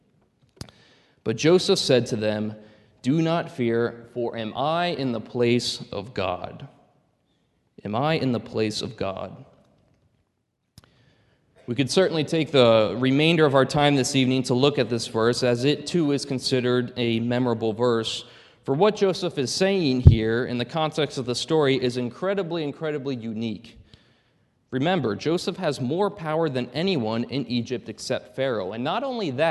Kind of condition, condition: setting, large echoing room